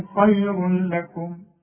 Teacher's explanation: هنا احنا بنقول ادغام، تدغم التنوين في اللام وما يبقاش عندك غنه، بدون غنه ما تغنش · Term: ادغام كامل بدون غنه